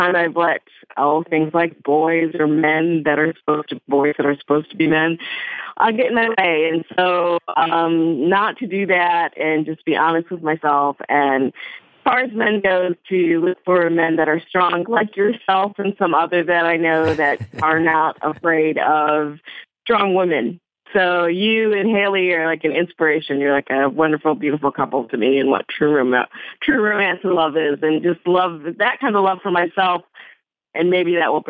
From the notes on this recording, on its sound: Beautiful Anonymous fans called in for a series of brief one minute calls